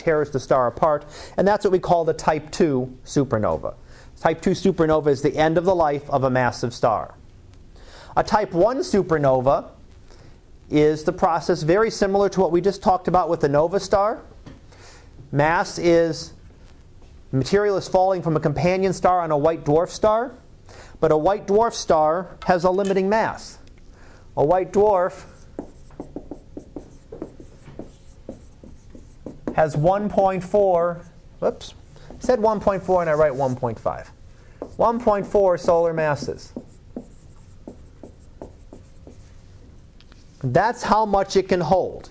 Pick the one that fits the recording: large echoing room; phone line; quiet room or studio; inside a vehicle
large echoing room